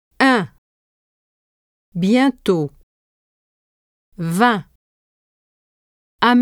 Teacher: Pronounce on with an open mouth and lips more relaxed in grand. For un, in bain, your mouth is more open than for on, in blond, but less than for en, in grand, and your lips are stretched in a smile.